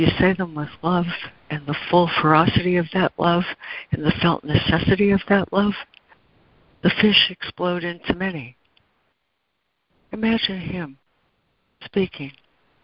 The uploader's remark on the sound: ACIM Daily Conference Call